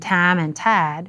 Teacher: When I is pronounced as A, as in tam and tad, for time and tide, the diphthong has been reduced to a single vowel, A. · Term: monophthongization of I